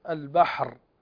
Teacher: فالبحر هنا كلمة البحر عندنا الراء هنا لو وقفنا عليها لأصبحت ساكنة، وما قبلها ساكن هو الحاء، وما قبله مفتوح فتفخم، تفخم قولا واحدا.